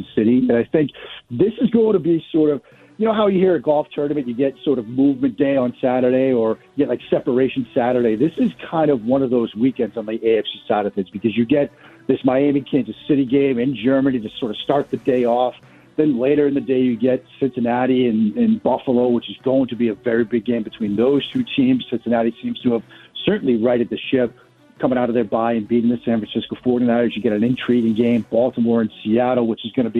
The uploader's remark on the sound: We take calls next. We take more calls and reactions.